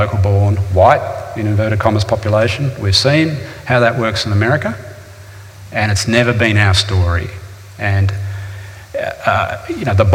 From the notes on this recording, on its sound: This is a live recording from our event.